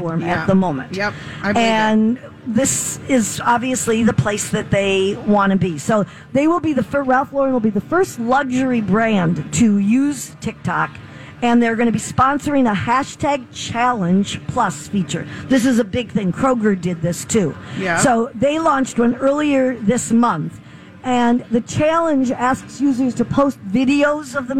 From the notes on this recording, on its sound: State Fair Saturday. Live at the MN State Fair.